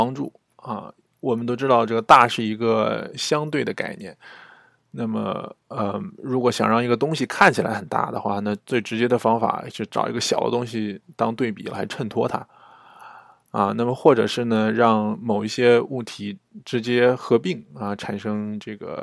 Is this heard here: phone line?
no